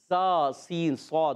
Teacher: اس کا مخرج زبان کی باریک نوک اور سامنے والے اوپر اور نیچے کے دانتوں کے اندرونی کنارے، یعنی ثنائے سفلی مع اتصال ثنائے علیا، یعنی نیچے والے · Term: حروف صفیریہ